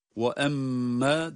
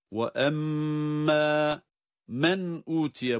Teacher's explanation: mim şeddelidir. Mimi şeddesiyle birlikte tutuyoruz.